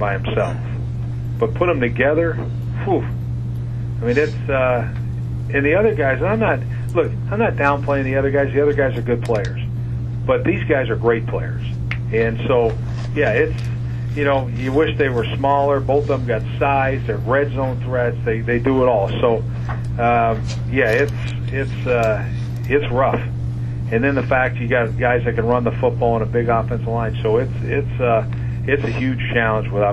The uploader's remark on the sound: Opponent Conference Call. Buffalo Bills Head Coach Speaks with the New York Media.